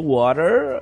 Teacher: E o water tem o schwa, que é curtinho. Vamos lembrar que a gente tá falando water americano, né?